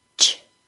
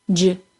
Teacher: Listen to the CH sound and J sound, and see if you can tell how the sound starts like a stop and ends like a fricative. Also, notice that the CH sound is unvoiced and the J sound is voiced. In fact, these sounds are a voiced-unvoiced pair.